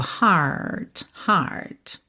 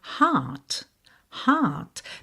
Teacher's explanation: Já no Reino Unido, de maneira geral, eles não costumam fazer esse R enrolado · Shown in: second take · tá? Esse R que vem depois de uma vogal. · Term: prolongamento dessa vogal